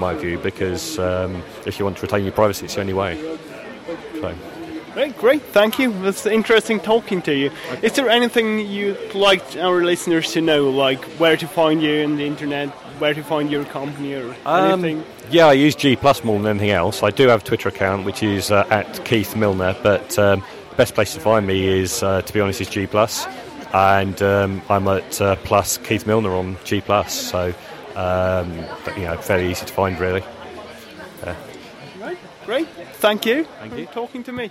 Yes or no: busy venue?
yes